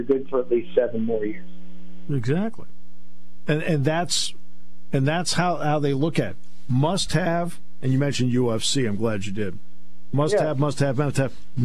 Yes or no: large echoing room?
no